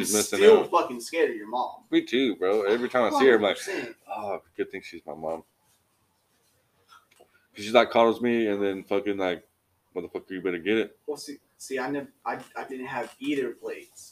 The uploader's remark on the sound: Enjoy the first podcast we did away from our fancy little blue collar nook. Sounds terrible, cause it is.